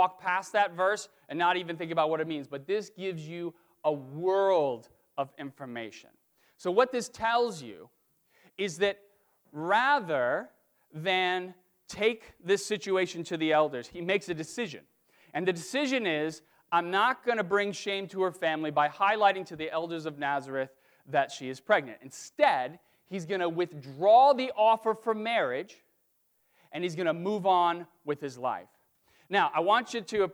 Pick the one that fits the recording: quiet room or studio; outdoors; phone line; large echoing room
large echoing room